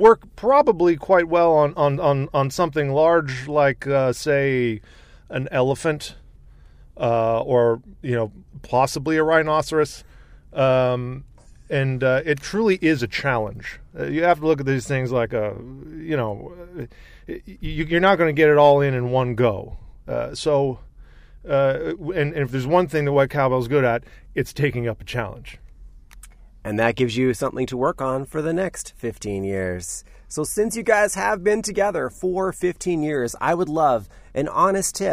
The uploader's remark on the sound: I had a few beers in the van. When the band stopped in Vancouver celebrating their 15th anniversary tour.